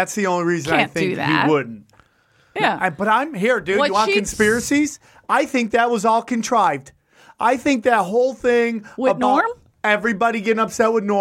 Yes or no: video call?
no